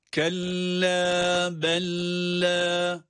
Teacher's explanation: kelle derken kaf harfini lam harfine bağladığımız zamanda onun üzerinde sesi uzatmamak · Term: şeddeli bir lam